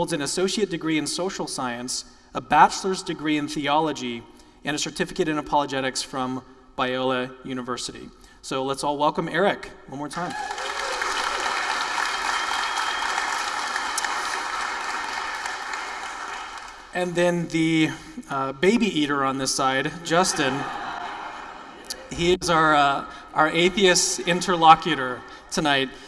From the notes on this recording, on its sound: The event was organized by Capturing Christianity and held on May 6, 2023 at the Lanier Theological Library in Houston, TX.